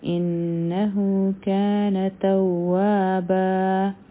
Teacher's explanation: حمزه به د نون مشدد سره یو ځای کو، دوه سیکنډ ټایم به ول ورکړو، دې ته غنه وایي